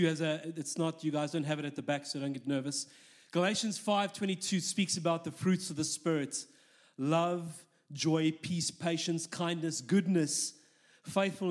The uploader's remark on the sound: This message was recorded live at our Malmö Gathering on Sunday, November 19th, 2023. C3 Church Malmö & Lund.